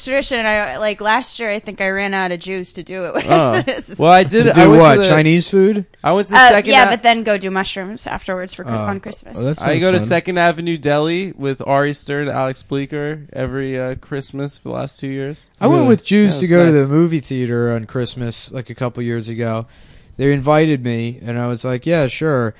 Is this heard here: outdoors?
no